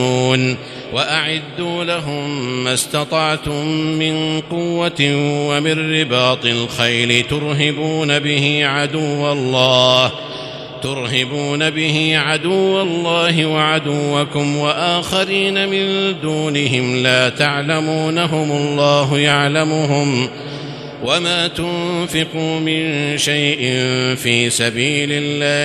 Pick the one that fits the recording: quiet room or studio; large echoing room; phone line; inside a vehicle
large echoing room